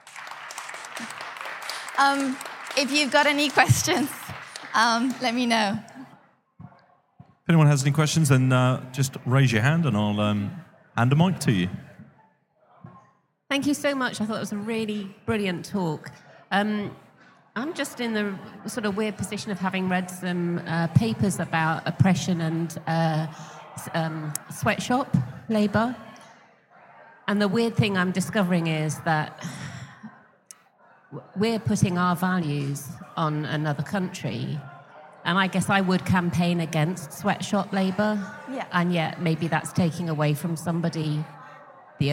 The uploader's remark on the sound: live at Reading Vegan Festival 2019